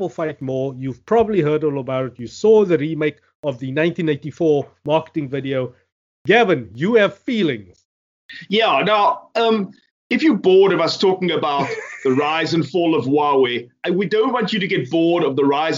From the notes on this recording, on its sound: Recorded via Skype